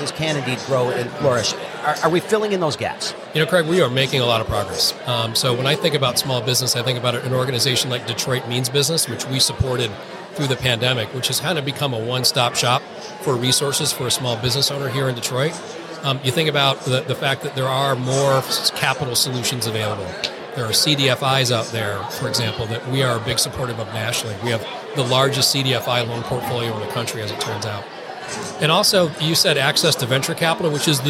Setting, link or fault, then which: setting, busy venue